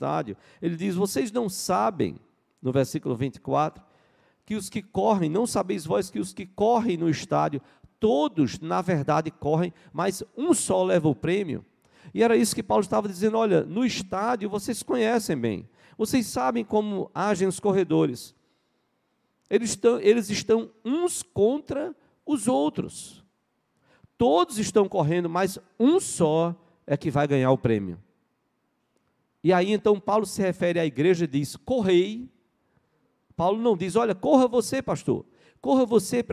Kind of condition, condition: setting, large echoing room